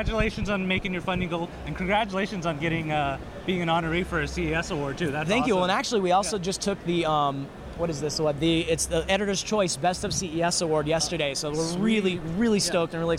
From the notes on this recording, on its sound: Recorded from the 2014 International Consumer Electronics Show in Las Vegas, Nevada.